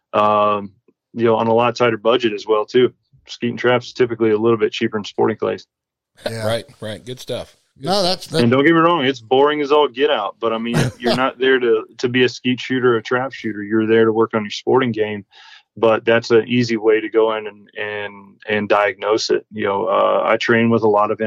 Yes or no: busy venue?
no